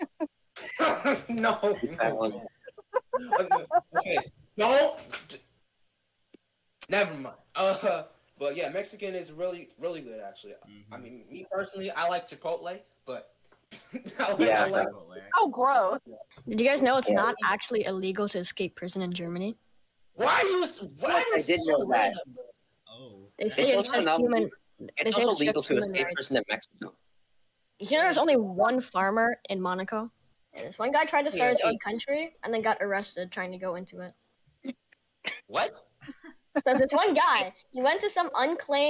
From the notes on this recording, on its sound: This podcast was recorded live on my discord server